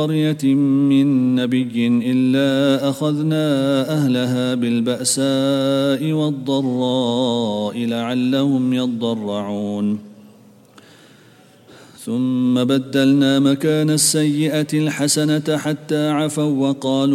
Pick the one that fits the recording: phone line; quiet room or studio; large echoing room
large echoing room